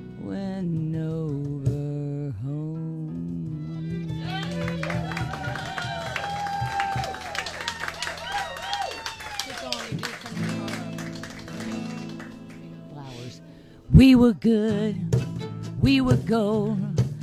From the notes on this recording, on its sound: the live remote broadcast at Wimpie's